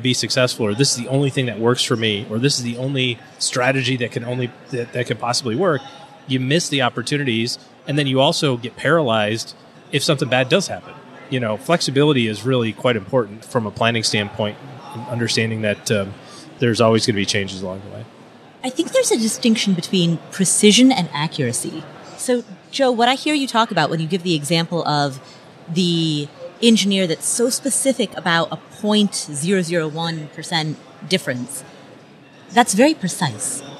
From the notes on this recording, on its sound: Live from #FinCon21. We are live from FinCon in Austin, Texas.